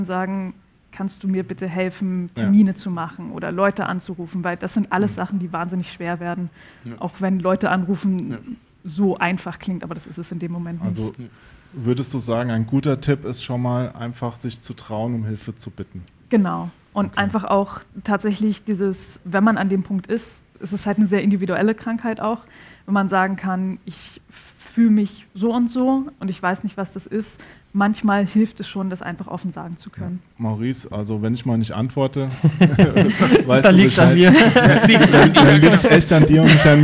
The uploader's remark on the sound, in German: Aufgezeichnet haben wir die Folge als Livestream auf dem Indie Game Fest in Köln. Mit dabei sind ein Besucher, einer der Veranstalter und eine Entwicklerin.